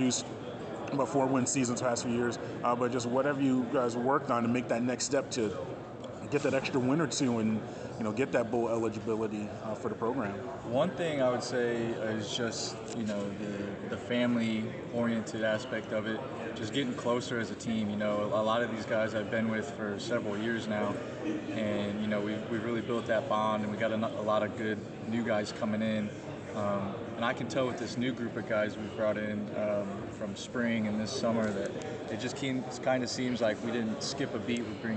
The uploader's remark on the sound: During the Sun Belt Media Day event in New Orleans July 25.